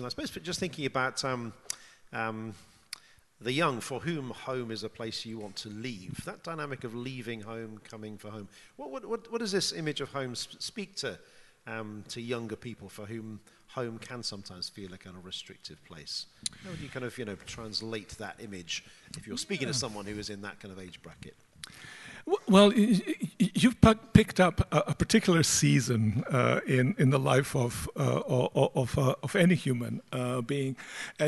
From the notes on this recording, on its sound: This GodPod was recorded as part of a lecture. This lecture was recorded as part of the Generous Orthodoxy Lecture Series – a collaboration between St Mellitus College and the McDonald Agape Foundation.